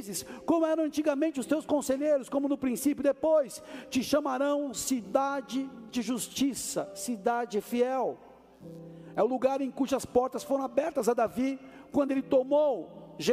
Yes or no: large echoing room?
yes